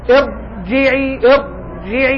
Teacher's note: هو قدر من نقرة اللسان عند المخرج، يعني يأتي على المخرج ويرتفع، هذا يسمى تكرار لأن اللسان يأتي ويرتفع. تقول ارجعي، لو أخذت بالحركة البطيئة ستلاحظ أن طرف اللسان جاء إلى المخرج ثم أتى عليه وارتفع، ولو ثبته سيخرج صوت طاء.